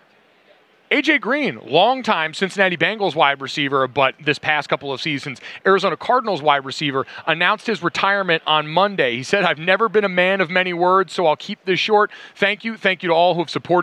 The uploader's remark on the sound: Live from Radio Row in Arizona!